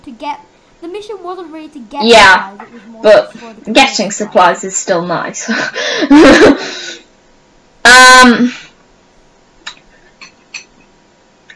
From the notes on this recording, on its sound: Sorry for the echo.